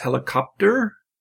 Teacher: there's no vowel between the P and the T · Term: zero grade